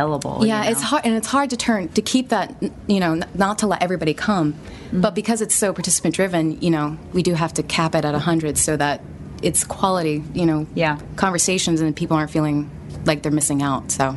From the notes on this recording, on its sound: LIVE from Faffcon 5 in Charlotte, NC. Record LIVE with the entire Voice Over Cafe staff from Faffcon 5: The Voiceover Unconference in Charlotte, NC!